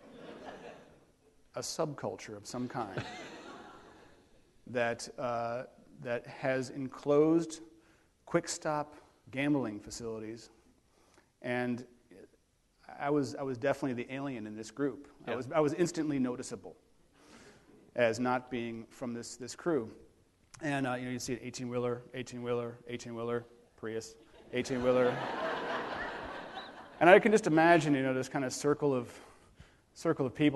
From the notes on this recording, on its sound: on the stage of the City Opera House in Traverse City